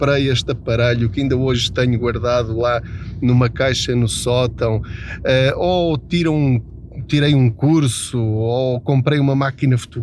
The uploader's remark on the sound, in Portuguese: Não ligue aos barulhos da viagem.